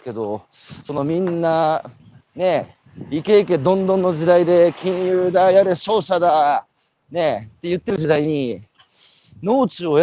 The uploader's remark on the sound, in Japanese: 歩くラジオ。歩きながら1時間、対談する。